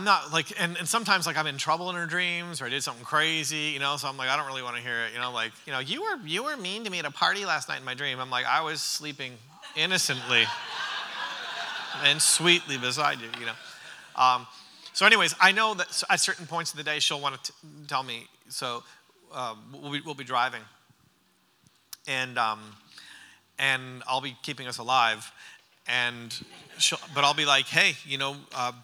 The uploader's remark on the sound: during the Sunday morning service of the Church Conference